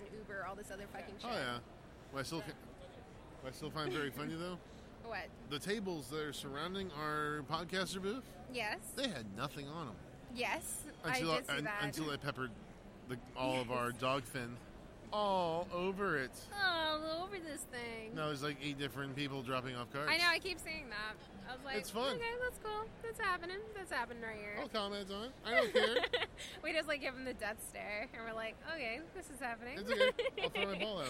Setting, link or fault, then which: setting, busy venue